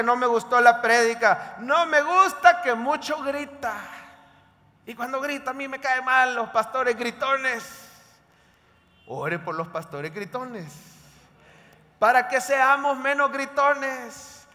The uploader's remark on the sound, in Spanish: En vivo desde el Centro Familiar de Adoración, para nuestro Día del Pastor 2023.